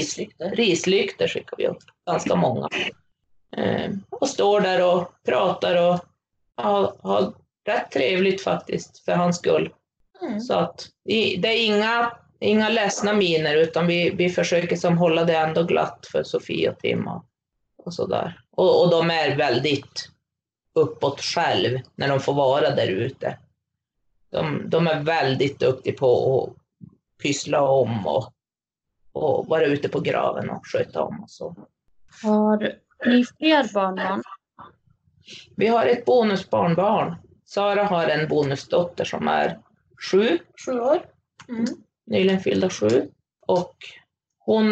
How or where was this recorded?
video call